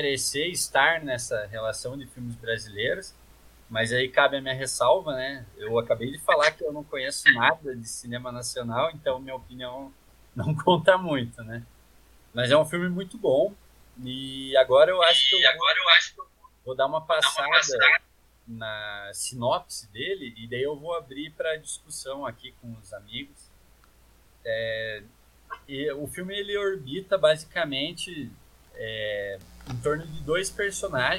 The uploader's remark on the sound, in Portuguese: Virtualmente, graças à pandemia de COVID-19. Tivemos alguns probleminhas com o áudio na gravação, mas, chiados e ecos à parte, está perfeitamente audível.